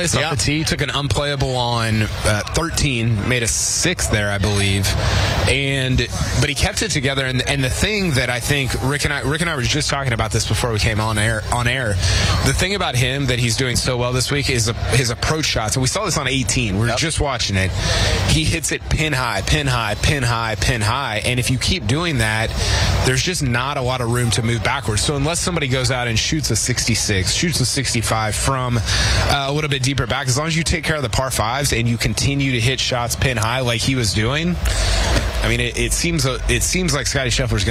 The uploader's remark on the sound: live from the WM Phoenix Open